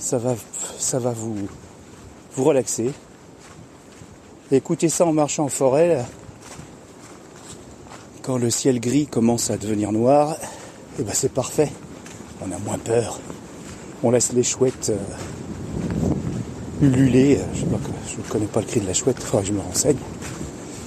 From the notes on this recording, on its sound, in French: Une autre façon d&#39;enregistrer du podcast : le street cast. Une autre façon d'enregistrer du podcast : le street cast.